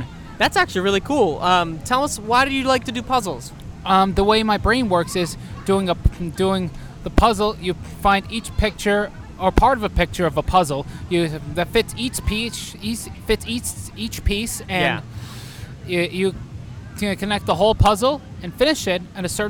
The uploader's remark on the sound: LIVE from Lobsterfest. We had the pleasure of attending Marshfield Lobsterfest and decided to show those who attended how easy it is to set up and record a podcast!